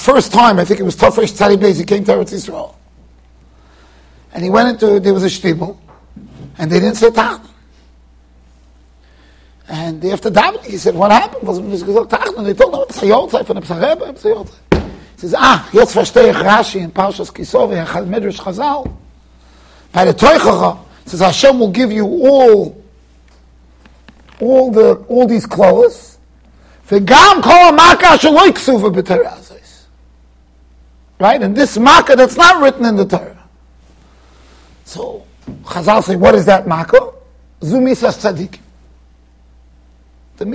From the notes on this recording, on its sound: Shiur recorded in Yeshivas Ohr Reuven, Monsey NY.